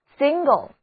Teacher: 字母 n 的读音是长的后鼻音 n，而字母 i 要读作短的 a